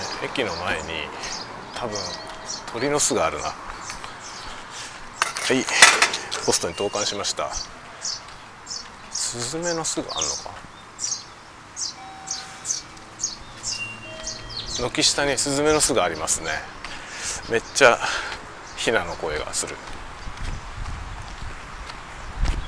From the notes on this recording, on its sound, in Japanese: 外を歩きながら雑談。ポストに郵便を出しに行きながらしゃべってみる回。マイクの風切り音テストを兼ねて。